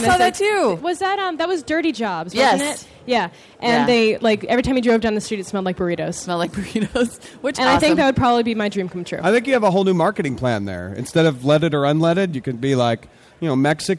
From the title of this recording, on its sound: Special Saturday show from CES!